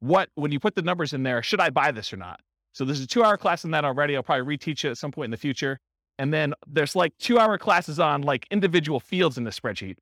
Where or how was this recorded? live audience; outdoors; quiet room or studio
live audience